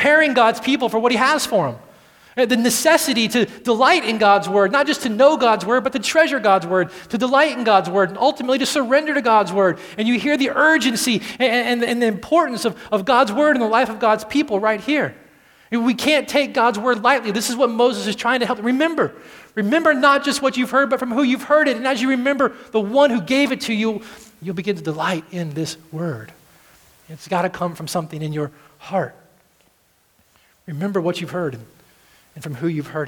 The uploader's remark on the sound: at Redemption Hill Church on Sunday, January 6th, 2013